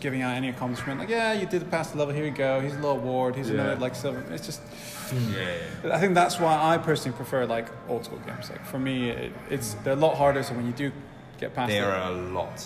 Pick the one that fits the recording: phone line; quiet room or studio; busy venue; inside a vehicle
busy venue